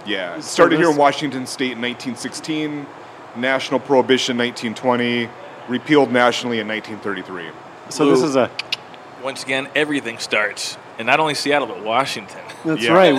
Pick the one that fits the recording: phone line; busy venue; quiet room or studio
busy venue